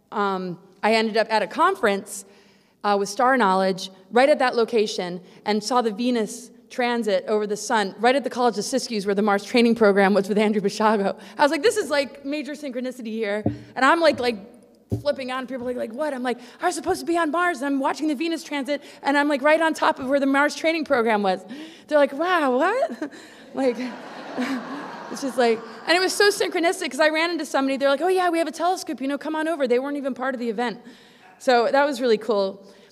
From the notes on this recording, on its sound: presentation at the Secret Space Conference - 5/4/22